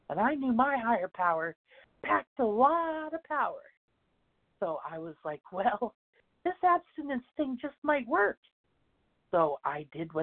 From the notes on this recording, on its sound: 100 Pounders Phone Meeting